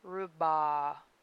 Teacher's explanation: It's the alveolar approximant, English's weak little imitation of the sound.